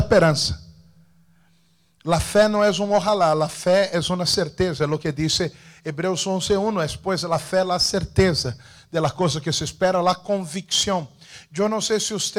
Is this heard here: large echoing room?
yes